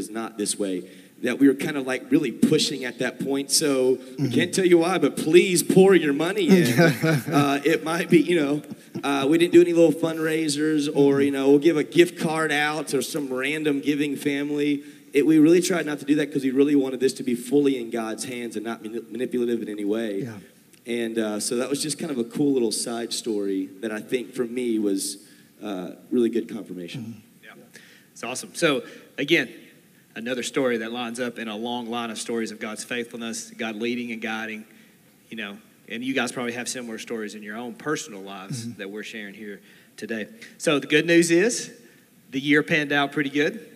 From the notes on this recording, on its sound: This recording was taken from a Sunday morning Gathering on October 2, 2022.